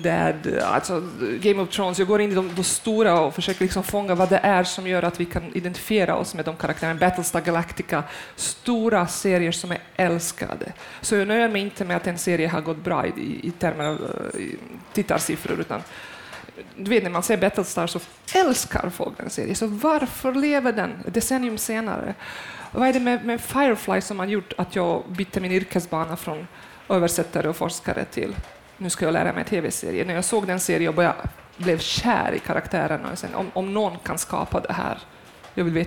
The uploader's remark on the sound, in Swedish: För andra gången spelas TV Heads in på plats i Göteborg under filmfestivalen. Under ett lunch-event i festivaltältet.